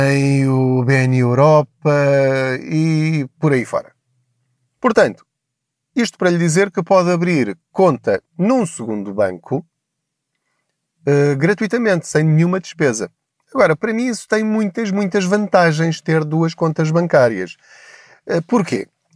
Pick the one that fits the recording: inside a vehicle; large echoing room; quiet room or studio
inside a vehicle